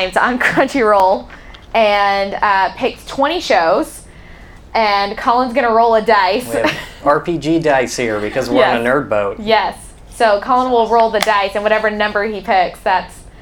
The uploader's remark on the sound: This episode was recorded live from the Explorer's Lounge aboard JoCo Cruise 2020!